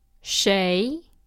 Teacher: Our next word is second tone. It starts low and ends high.